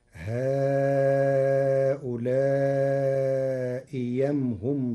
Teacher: قرأ ورش كلمتي هؤلاء أم بإبدال الهمزة الثانية ياء خالصة مفتوحة، فتصير: هؤلاء يمهم ضلوا السبيل.